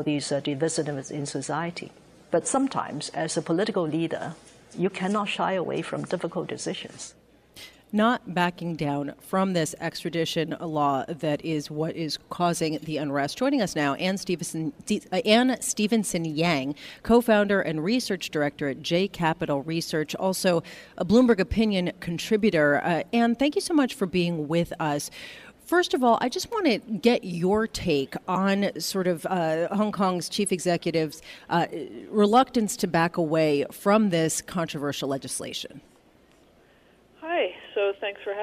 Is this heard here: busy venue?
yes